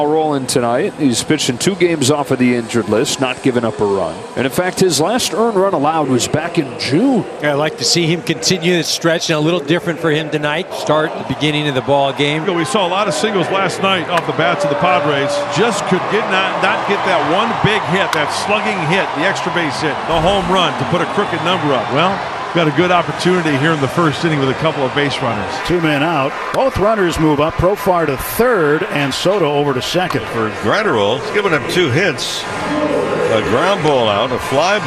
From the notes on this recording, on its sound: Game 3 of 3 - 09.29.22 - LIVE from #petcopark.